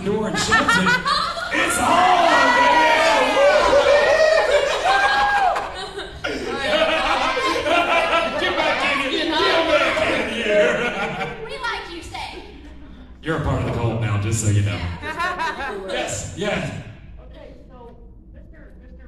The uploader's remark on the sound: This is the audio of the class we did at creepy con.